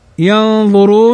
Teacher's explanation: نون ساكنة بعدها الظاء، والظاء من حروف الإخفاء